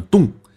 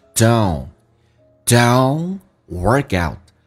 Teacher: 真正的 s 要短促弱化一点。When things don't workout， don't 的 t 去掉，我们很多人发这个单词鼻音先发就变成 don，但事实上 o 先发出来再慢慢的把 n 带进去 · Shown in: second take